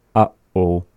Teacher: when we say uh-oh, that the pause in that is happening after the first a and before o